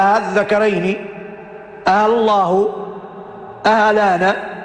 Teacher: الحالة لابد تمد مد مشبع، وعندهم تسهيلها، يقولوا أهالذكرين أهالله أهلانا يحققون الهمزة الأولى اللي هي همزة الاستفهام ويسهلون الهمزة الثانية اللي هي همزة الوصل